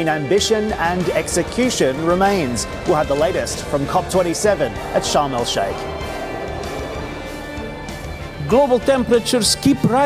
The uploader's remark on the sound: We are also live at COP27 in Sharm El-Sheikh